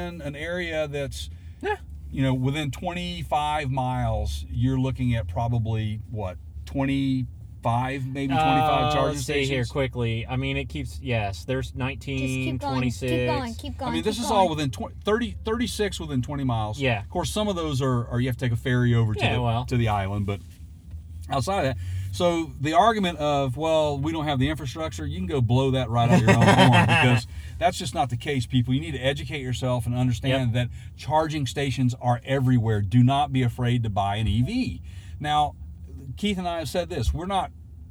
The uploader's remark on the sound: We Podcast Live Inside a Mach-E. We Just Podcasted Live from a NEW Ford Mustang Mach-E With the Premium Package. A Big thanks to the Frontier Ford.